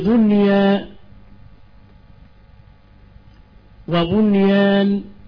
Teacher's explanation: فحكم النون في هذه الكلمات الإظهار ويسمى إظهارا مطلقا إظهارا مطلقا لأنه غير مقيد بحلقي أو شفوي.